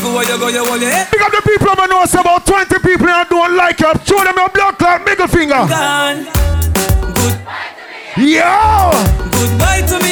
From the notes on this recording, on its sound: Unforgettable Live Audio From Inside Sit & Sip Lounge's Former Location.